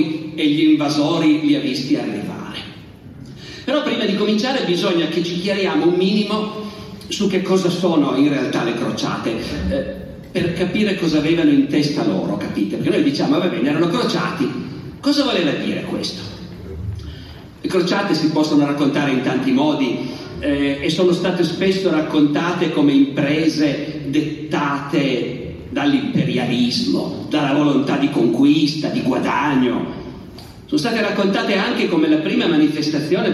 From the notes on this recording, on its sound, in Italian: (Sarzana, 2023). Evento registrato in loco.